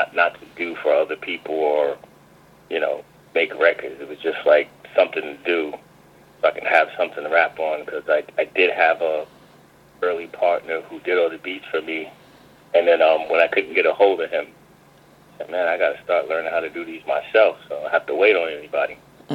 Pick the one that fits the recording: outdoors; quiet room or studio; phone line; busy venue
phone line